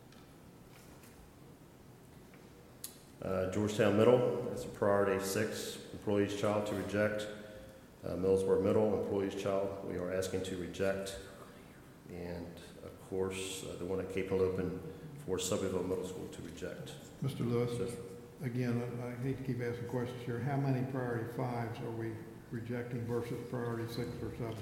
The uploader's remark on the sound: An audio recording of the Board of Education regular meeting on August 26, 2019.